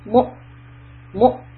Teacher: the meme dhamma mu is followed by hamza with a sukoon. So you are going to cut off the sound mu